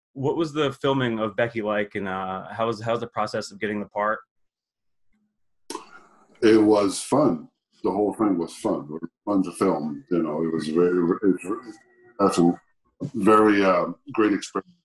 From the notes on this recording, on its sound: Recorded via Zoom.